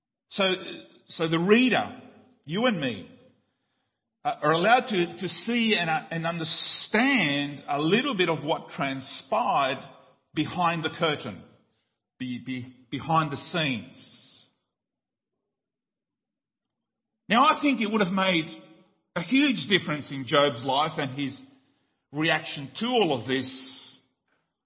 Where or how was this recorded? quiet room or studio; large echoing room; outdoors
large echoing room